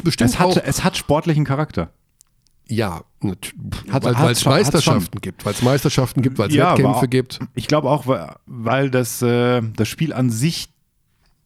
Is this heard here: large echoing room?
no